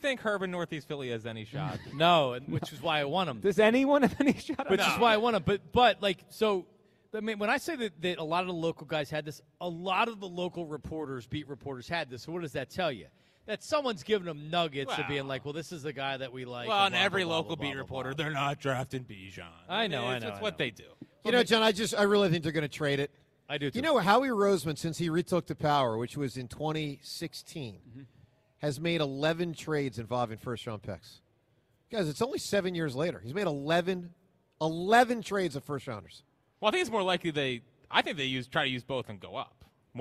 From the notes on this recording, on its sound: broadcast live from the Linc.